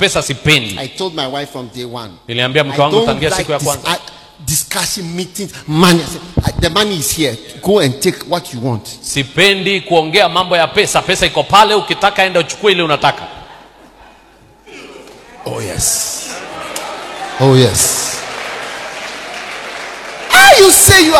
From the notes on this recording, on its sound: Preached at the day 2 of the Healing Jesus Campaign Pastors Conference in September 2023, Narok, Kenya.